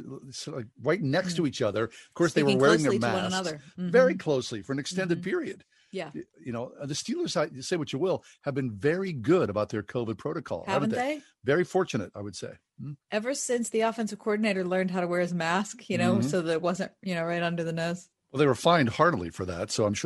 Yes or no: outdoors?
no